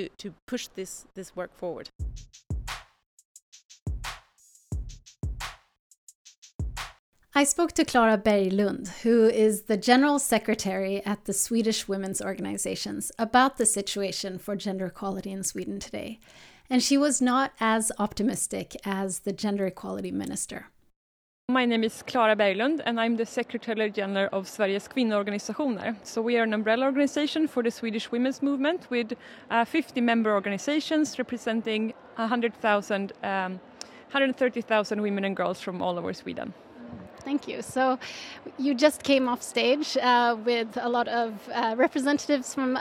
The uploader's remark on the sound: The conversations were recorded at the Swedish Gender Equality Forum in February 2023.